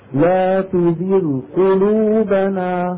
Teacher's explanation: زغ نعاملها معاملة غي، هذه غين ساكنة مسبوقة بكسرة